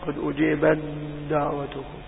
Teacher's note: عند الإدغام هنا ستصير التاء دالا قولا وحيدا، يبقى سيصير حرف مجهور